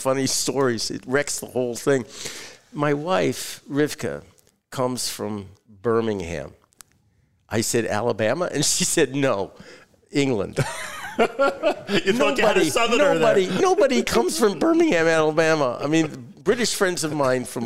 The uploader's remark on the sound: Live at The Inbal in Jerusalem